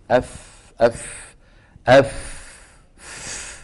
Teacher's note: هو يتدفق أف، الحنجرة ما في فيها اهتزاز